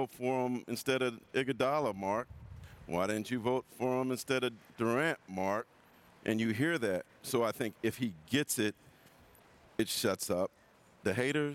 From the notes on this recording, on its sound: Previewing Game 1 of the NBA Finals live from the Chase Center...